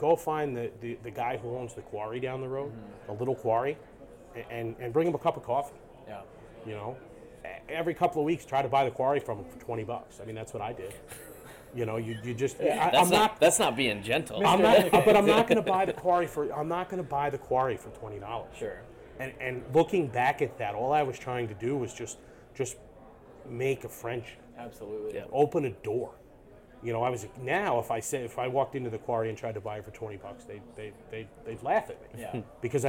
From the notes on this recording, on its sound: LIVE AT CONEXPO 2023!